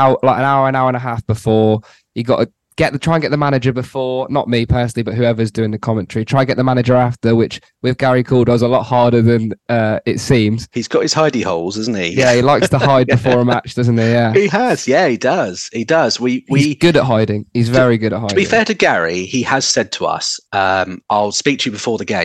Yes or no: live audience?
no